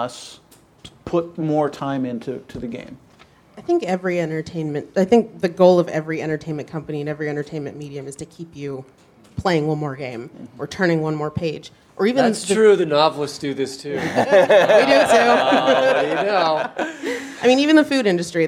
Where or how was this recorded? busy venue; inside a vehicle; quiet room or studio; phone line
busy venue